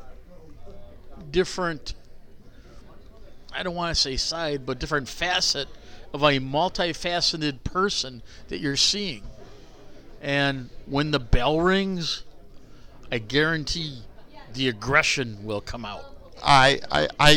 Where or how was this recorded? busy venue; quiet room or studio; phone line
busy venue